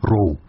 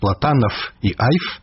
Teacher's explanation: Ён плаўнейшы, санорны, бо вымаўляецца дзвюма вуснамі, а расейскі толькі шумны, губназубны. Рыса гэтая кідаецца ў вочы нярускім назіральнікам, кажа Яўхім Карскі. · Term: беларускі гук «в»